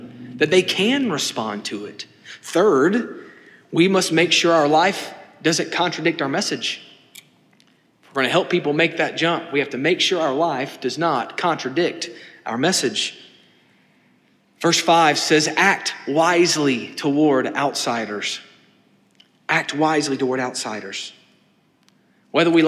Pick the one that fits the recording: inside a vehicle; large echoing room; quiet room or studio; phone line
large echoing room